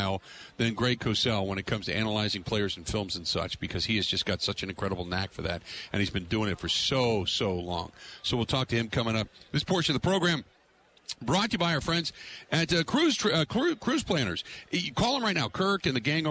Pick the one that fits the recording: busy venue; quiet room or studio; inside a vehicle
busy venue